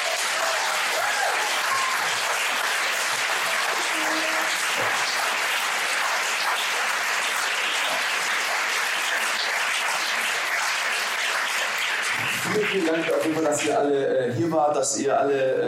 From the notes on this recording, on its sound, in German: Unsere 1. LIVE SHOW! Live Show vor 400 Zuschauern. Unser Auftritt beim Podcastfestival von 1Live, in nicht gaaanz so geiler Qualität.